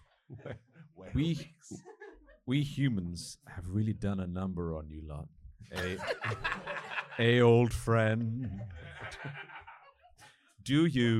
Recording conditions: live audience